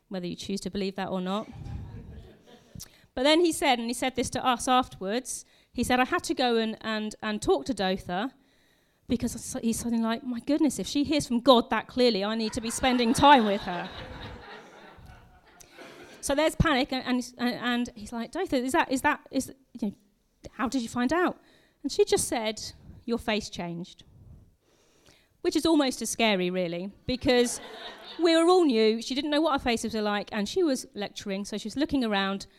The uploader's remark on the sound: Recorded live at Moorlands Bible College.